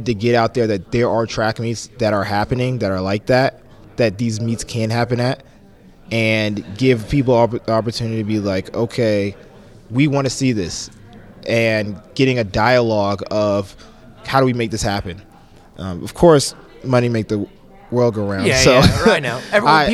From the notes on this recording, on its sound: live from Caesars Palace in Las Vegas